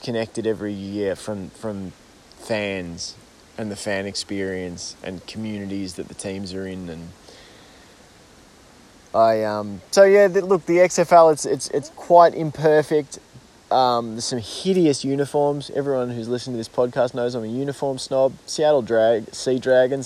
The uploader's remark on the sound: sits down in the garden to record a freeform solo episode